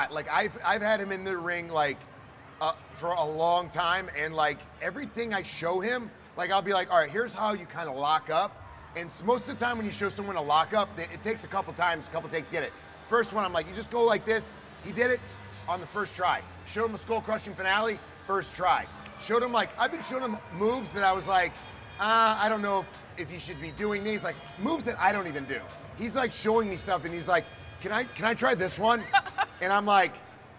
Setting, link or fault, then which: setting, busy venue